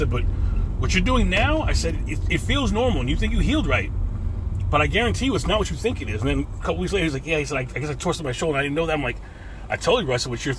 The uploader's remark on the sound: In this CarCast